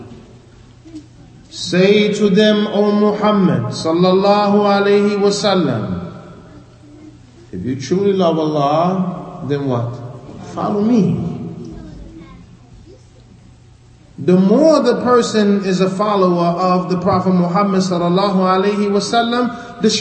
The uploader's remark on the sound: Lecture given at Masjid Nur Allah, Queens, NY.